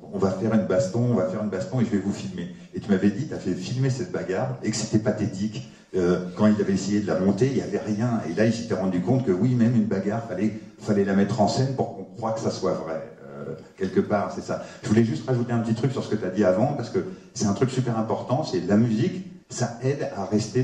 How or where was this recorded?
live audience